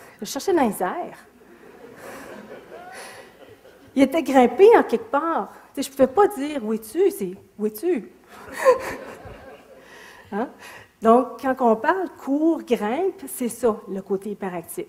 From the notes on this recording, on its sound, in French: Extrait de la conférence. Au cégep de Sainte-Foy.